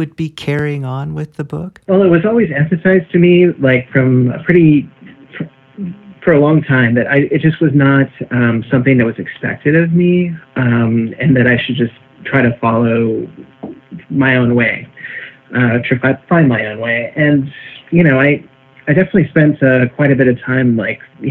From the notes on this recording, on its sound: via internet phone